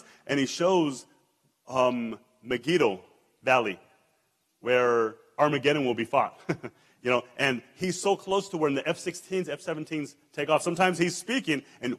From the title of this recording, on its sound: El Paso Christian Church Live Stream